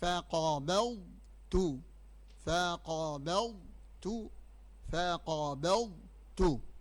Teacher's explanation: فالضاد في التاء ضروري هنا الإظهار · الضاد ضروري تملي منها البلعومه متاعك تفخميه، وخاصه هو ساكن تردوا بالكم منه باش يطلع مفخم ومتميز عن بقية الحروف. فقاء رغم أن القاف مفخم، قابضت والتاء مرققة.